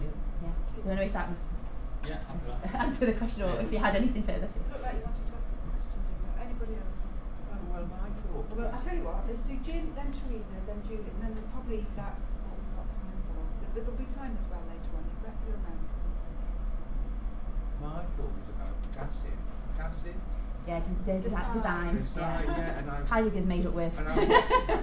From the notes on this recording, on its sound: The Northern Mental Health Nursing Qualitative Research Forum meets three times a year. The following session was recorded at their first event on Friday 13 May.